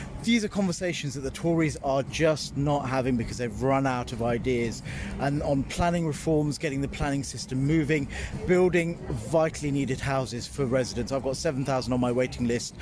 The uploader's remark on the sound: This episode is the final part of our on-location special dispatches from the party conferences. While in Liverpool for the Labour Party Conference.